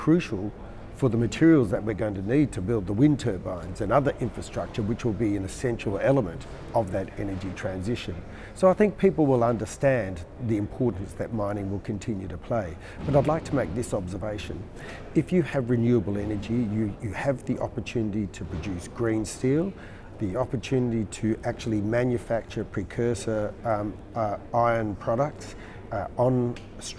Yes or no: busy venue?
yes